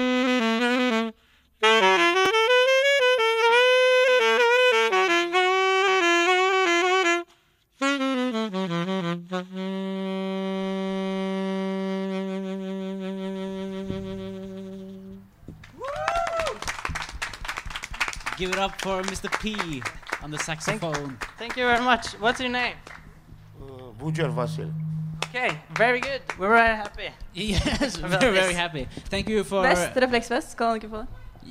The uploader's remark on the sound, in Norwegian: Live fra Universitetsplassen under UiO-festivalen